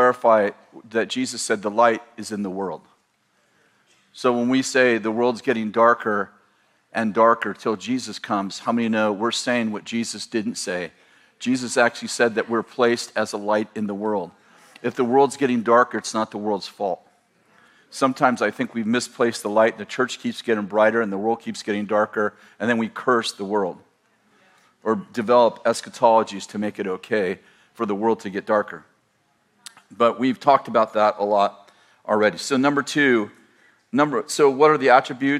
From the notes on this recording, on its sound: In this sermon from March 2020, at Bethel Church in Redding, CA